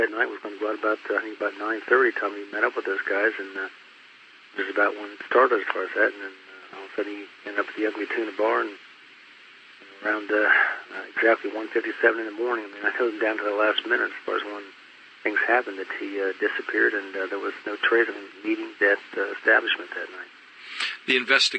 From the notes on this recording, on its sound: The audio has not been edited, the interview was conducted in 2007 over a phone line, with some clarity issues later on, but nothing major.